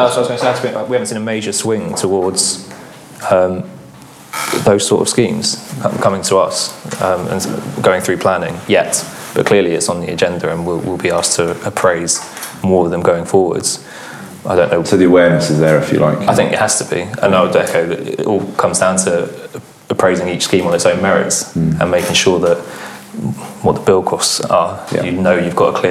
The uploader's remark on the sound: our first LIVE podcast recording